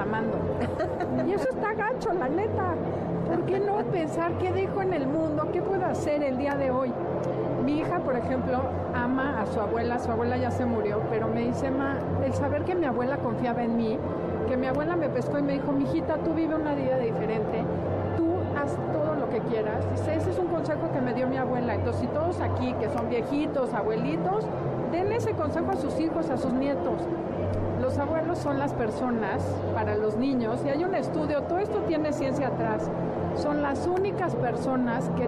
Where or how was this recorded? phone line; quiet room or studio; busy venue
busy venue